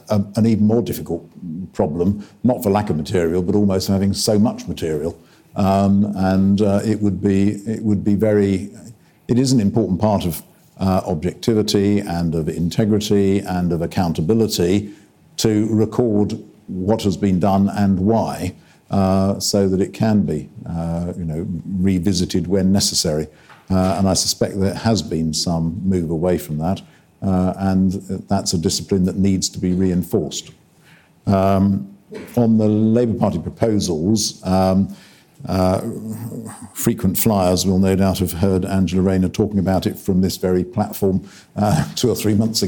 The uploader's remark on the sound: There was an opportunity for questions from the audience.